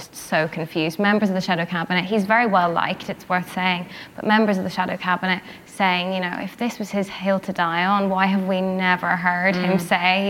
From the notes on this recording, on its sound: Host a live recording of the New Statesman podcast at the Labour Party Conference in Brighton. Then in You Ask Us they take live questions from the audience.